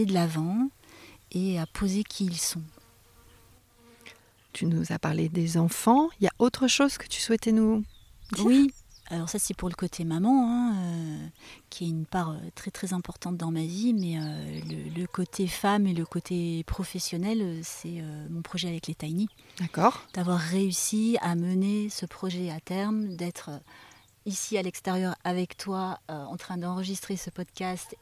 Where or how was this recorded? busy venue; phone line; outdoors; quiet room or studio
outdoors